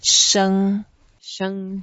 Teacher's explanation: it's the first tone, so we make it flat.